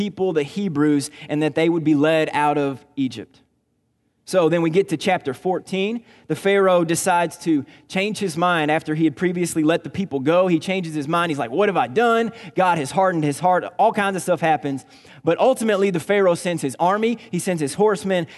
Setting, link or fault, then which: setting, large echoing room